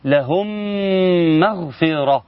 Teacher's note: ده ميم ساكنة اتى بعدها ميم متحركة، فكان يجب عليك الإضغام بغنة وأن تقول لهم مغفرة.